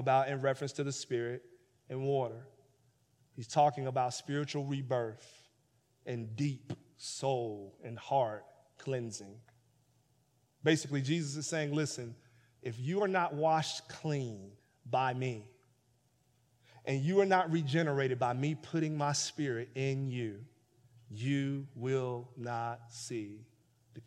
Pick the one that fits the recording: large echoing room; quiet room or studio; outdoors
large echoing room